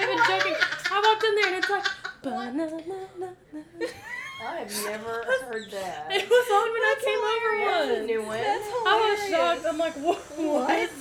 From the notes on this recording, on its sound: Keeps up our annual tradition of having a lot of background noise.